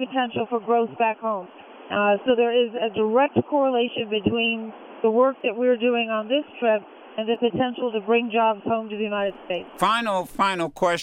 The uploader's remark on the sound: Calls Into The Madison Show From Air Force One. Called into The Madison Show on SiriusXM Urban View early Friday morning from aboard Air Force One.